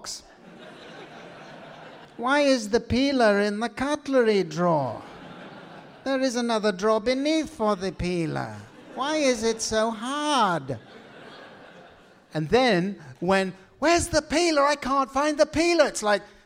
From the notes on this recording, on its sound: In front of a live audience at the London Podcast Festival, King's Place.